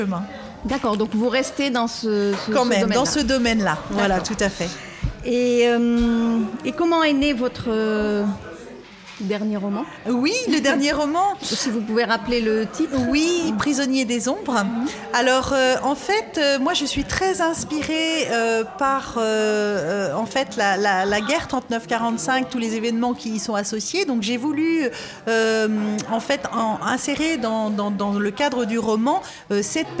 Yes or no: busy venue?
yes